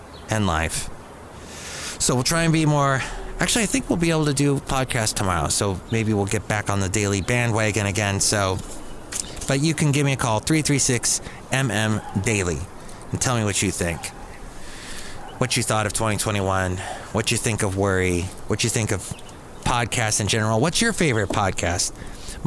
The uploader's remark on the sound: podcasts live from Cafe Anyway